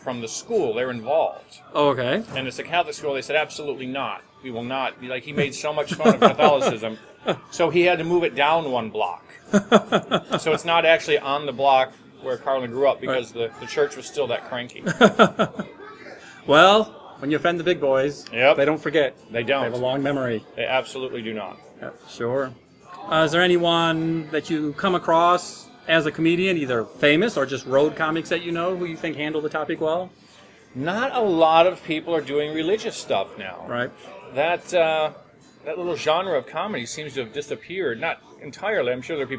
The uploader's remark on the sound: We were at the Hollywood Casino in Mahoning Ohio, and that explains the background noise you hear.